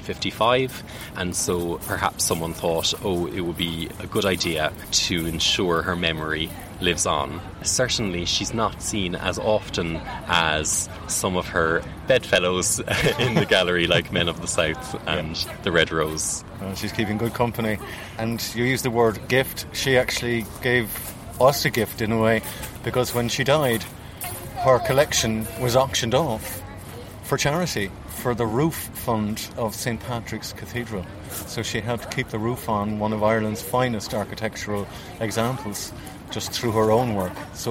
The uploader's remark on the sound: From the Crawford Art Gallery outside in their garden café.